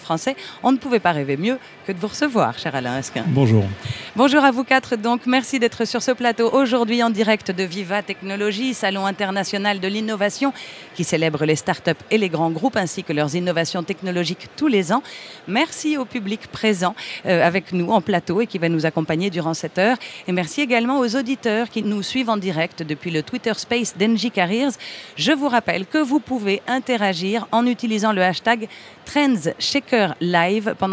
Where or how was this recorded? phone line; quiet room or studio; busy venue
busy venue